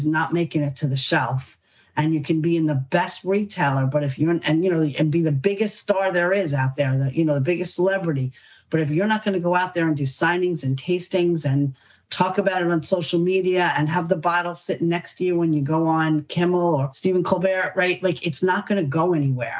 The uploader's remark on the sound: annual webinar discussion